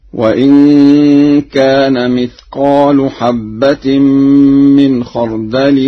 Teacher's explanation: فقد قرأها ورش مثقال برفع اللام هكذا: وإن كان مثقال حبة من خردل نتينا بها.